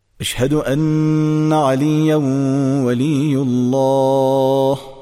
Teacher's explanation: و همینطور در فراز اشهد ان علی ولی الله، تنوین علیان در واو ولی الله ادغام میشه و در واقع نون به گوش نمیرسه و واو مشدد میشه